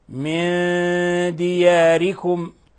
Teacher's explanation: ساكنة جاء بعدها حرف الدال الحكم التجويدي إخفاء حقيقي من دياركم ولاحظوا دياركم ترقيق الياء والألف